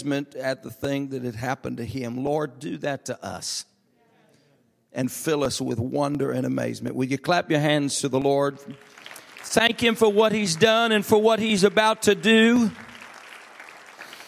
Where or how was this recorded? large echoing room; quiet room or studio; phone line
large echoing room